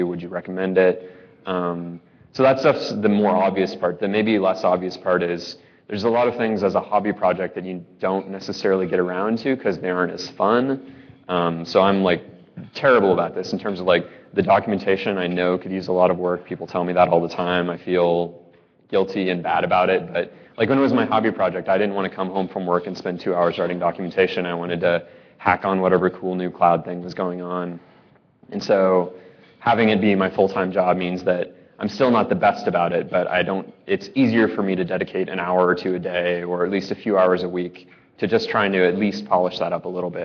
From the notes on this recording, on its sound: live from Red Dirt Ruby Conf.